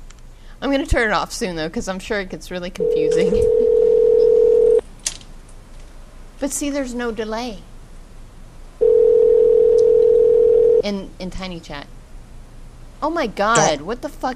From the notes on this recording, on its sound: …'s Personal Prank Phone Calls Collection.